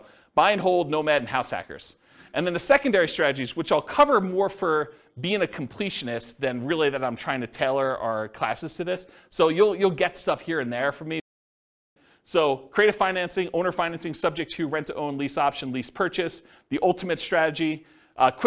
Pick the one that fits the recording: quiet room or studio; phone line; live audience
live audience